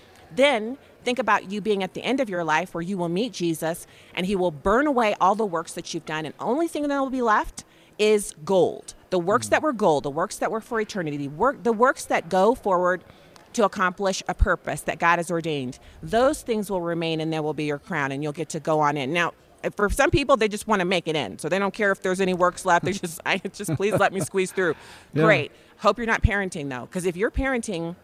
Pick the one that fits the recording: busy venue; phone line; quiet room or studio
busy venue